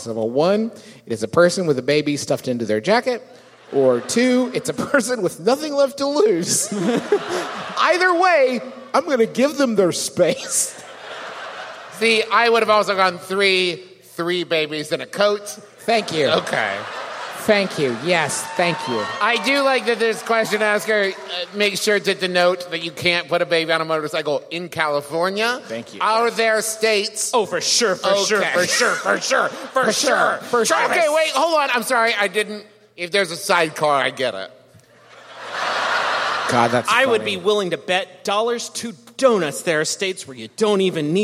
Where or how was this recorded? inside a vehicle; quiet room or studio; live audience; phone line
live audience